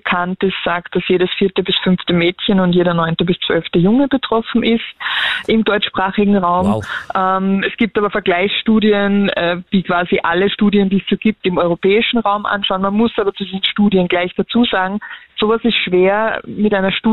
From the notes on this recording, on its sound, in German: Am Telefon: Psychotherapeutin in Ausbildung unter Supervision